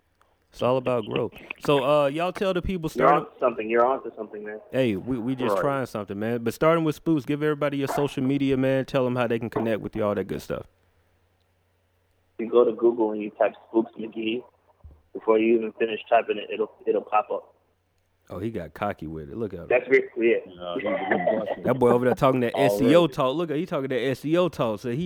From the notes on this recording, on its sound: we decided to open the lines conference call style for artist to ask questions at will